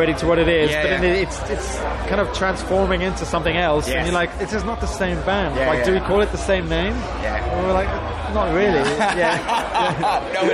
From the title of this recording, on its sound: TURS at Download Festival 2022